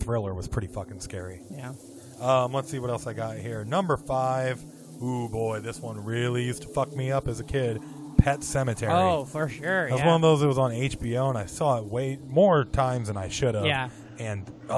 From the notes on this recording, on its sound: We also recorded the whole episode in a cemetery by a spooky house